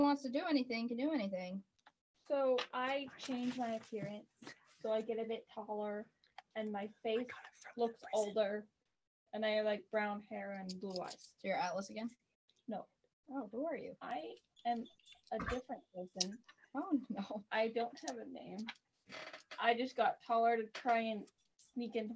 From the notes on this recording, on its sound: Once again, we had to record differently. The audio quality, once more, isn't as great as I would like it to be.